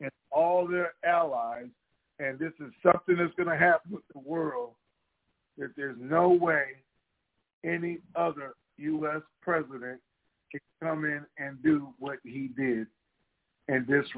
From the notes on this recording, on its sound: TNTSuperfantastic Conferencec Call